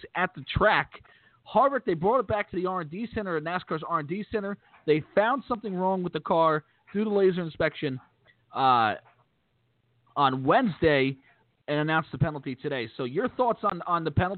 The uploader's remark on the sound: We'll also take phone calls from the fans